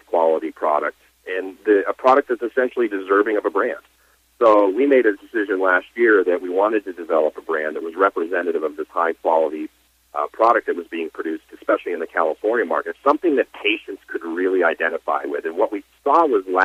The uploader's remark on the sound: called in to SmallCapVoice